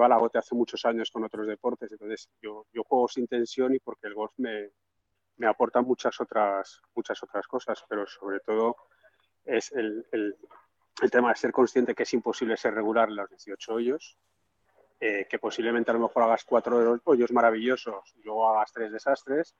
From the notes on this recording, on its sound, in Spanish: Grabación de la reunión virtual de marzo 2023